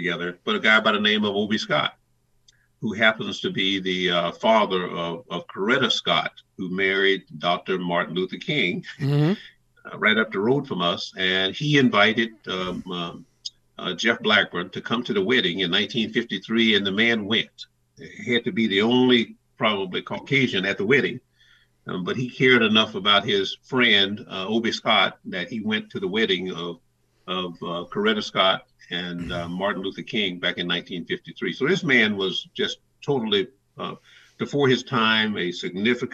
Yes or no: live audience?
no